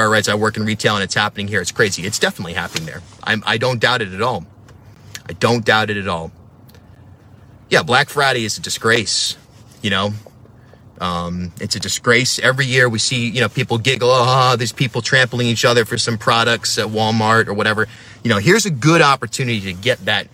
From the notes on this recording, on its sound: video that I made from my van